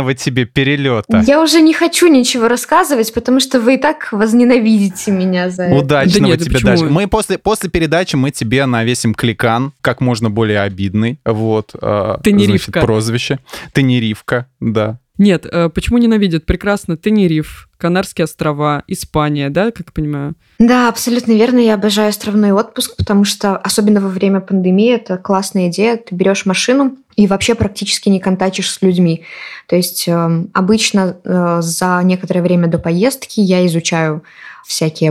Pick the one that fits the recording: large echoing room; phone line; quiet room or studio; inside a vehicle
quiet room or studio